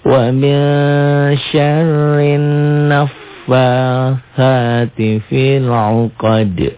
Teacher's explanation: Wa min syarrin naffatsati fi. Fi-nya jadi pendek kosar karena ketemu alif lam